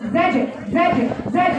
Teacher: لا انت بصي عملتي بقى، سكنتي زجرات، وزي ما تكوني خايفه تسيبيها. انا عايزه انفجاره، صوت القلقله صوت انفجار